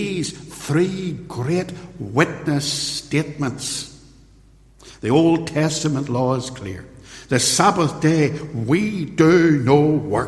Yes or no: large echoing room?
yes